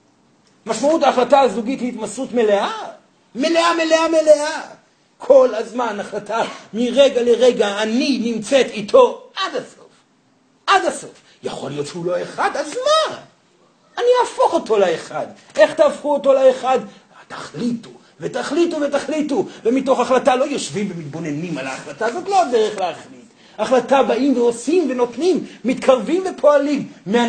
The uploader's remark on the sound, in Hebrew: זוהי הקלטת מעגל חי בנוכחות תלמידים